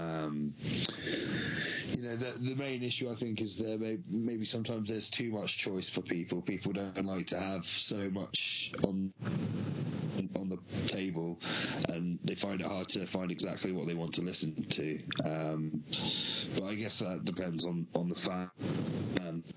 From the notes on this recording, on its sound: I do quite a few phone interviews with different bands around the country, and I guess in this episode around the world. I decided to compile some of these interviews and release it as a full podcast episode.